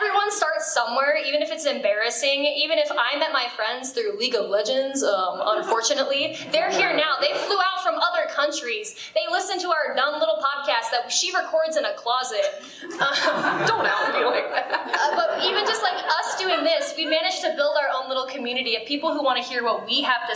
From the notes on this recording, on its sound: Our very first live event, our panel at FanX 2022.